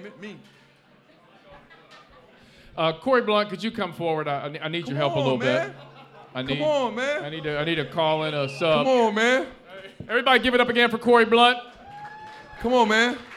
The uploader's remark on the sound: LIVE at Mio's!